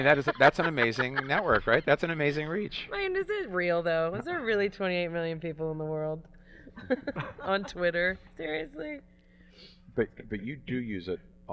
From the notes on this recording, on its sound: This special edition of Add Passion and Stir was taped at Chefs Cycle, a 300-mile fundraising bike ride in Santa Rosa, CA.